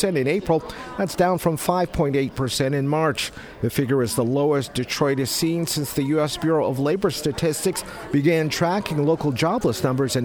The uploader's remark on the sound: WDET is broadcasting live all this week from the Mackinac Policy Conference, interviewing policy makers and community stakeholders about Michigan's future.